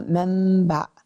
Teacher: وتقلب النون ميما إذا تلاها باء